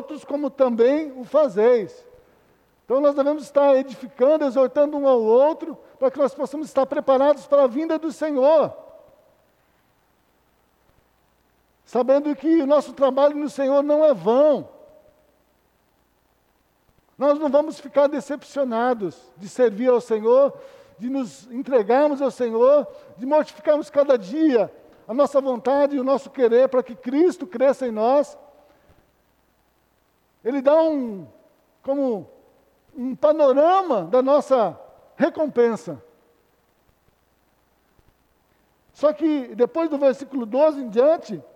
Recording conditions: large echoing room